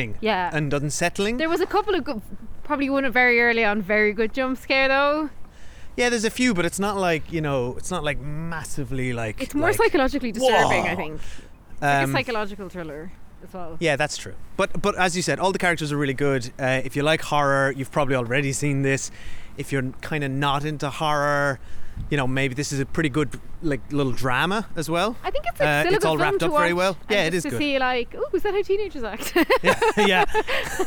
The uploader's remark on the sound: We walk and talk